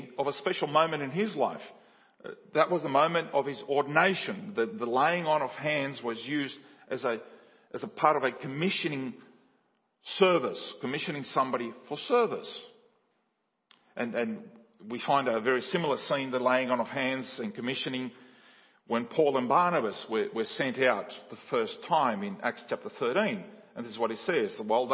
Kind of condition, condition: setting, large echoing room